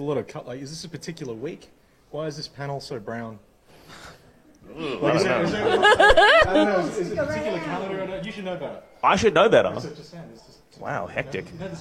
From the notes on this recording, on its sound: Live from Mantra on Russell. Six at 6 coming at you live every day of the Festival.